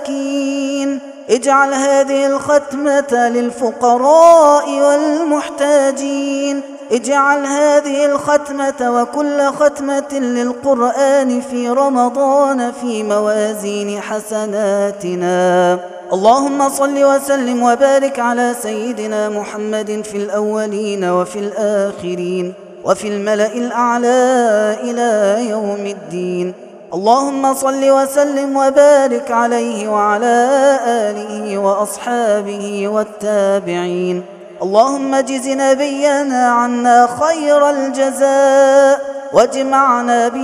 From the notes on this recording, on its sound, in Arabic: هذا التسجيل من صلاة التراويح